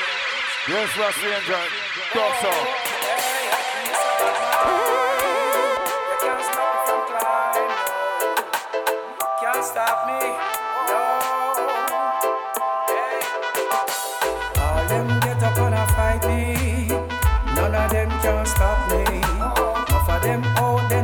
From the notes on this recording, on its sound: Reggae vs Jungle at The Refreshment Room, Stratford, London! This was a "live" set on the Reggae Roast Soundsystem last Summer.